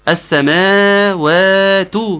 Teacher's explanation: طب ما هي مكتوبه هي فيها مد اهو السماوات مش كده مد حركتين؟ ما انا بمد مد طبيعي حركتين